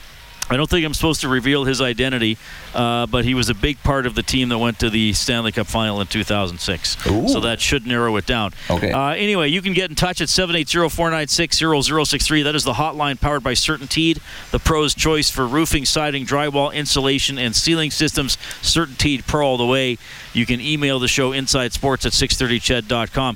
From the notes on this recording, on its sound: Live from the Oilers Superskills at Rogers Place